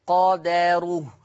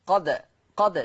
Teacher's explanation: حفص عن عاصم يقرأ بالفتح، أما ورش عن نافع فيقرأ بالسكون ويترتب على السكون القلقلة